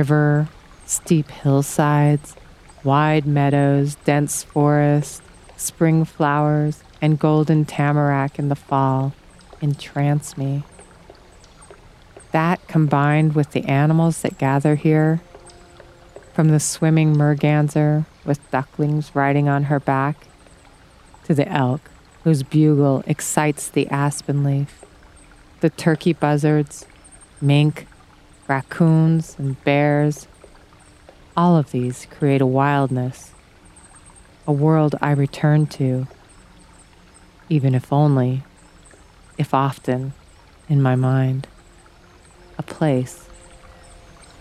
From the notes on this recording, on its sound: Outdoor audio recorded at Sequoia National Park, California